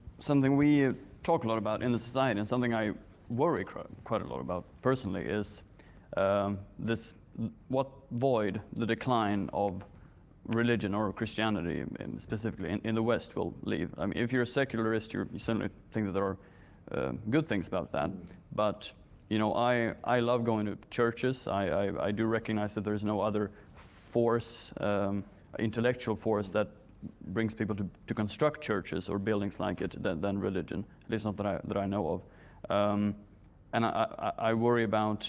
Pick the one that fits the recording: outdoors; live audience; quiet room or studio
live audience